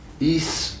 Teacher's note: vous avez S qui termine une syllabe, puisqu'elle vient après la voyelle. Donc, nous disons que c'est une consonne implosive, une consonne à tension musculaire décroissante. Par conséquent, une consonne faible.